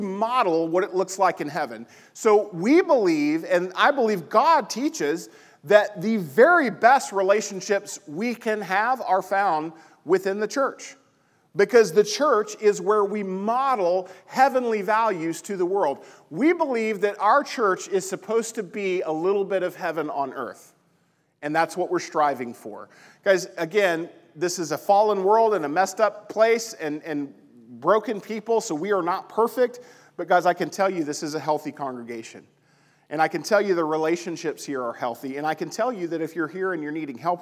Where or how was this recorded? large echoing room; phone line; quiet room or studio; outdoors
large echoing room